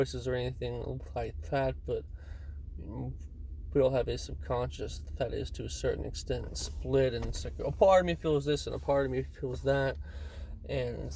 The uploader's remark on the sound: Friday afternoon in traffic